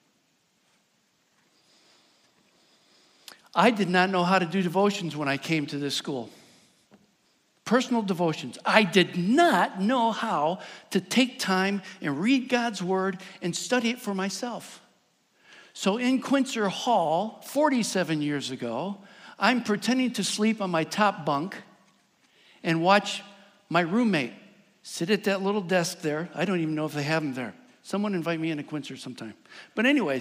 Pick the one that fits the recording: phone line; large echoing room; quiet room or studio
large echoing room